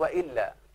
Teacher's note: لو أنت نسيت البيت ده يقول مثلا تب وإلا عاقبتك، أهي تب، تب وإلا عاقبتك، يعني وإن لم تتب عاقبتك، لأن معنى كلمة وإلا دي يا مولانا، وإلا دي أصلها وإن لا، أصلها كده تب وإلا عاقبتك، أصلها وإن لا، أدغمت النون في اللام، ده اللي بيسموه إدغام بغير غنة، فأصبحت اللام مشددة